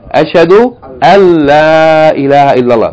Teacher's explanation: Because the noon with sukun is merged into the lam. So sometimes you see this kind of combination.